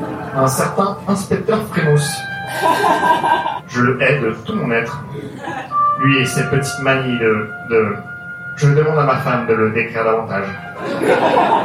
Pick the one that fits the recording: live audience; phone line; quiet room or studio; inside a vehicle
live audience